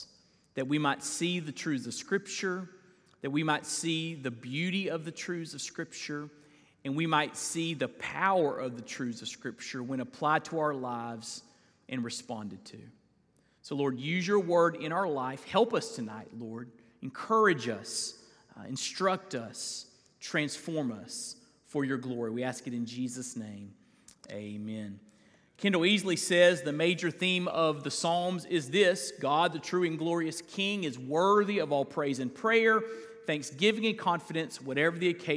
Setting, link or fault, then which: setting, large echoing room